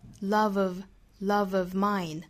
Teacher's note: of 尾部是一个浊音，再一弱读呢就是 of